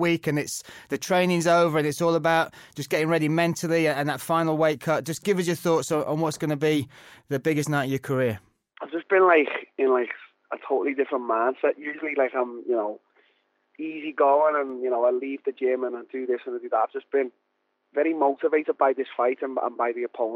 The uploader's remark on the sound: took time out to call